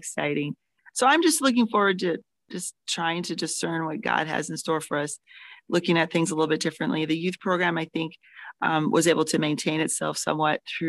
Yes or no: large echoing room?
no